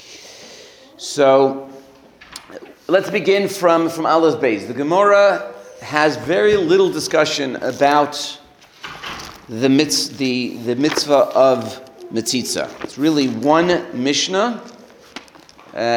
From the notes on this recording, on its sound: Recorded live at The Torah Center ATL on January 21, 2024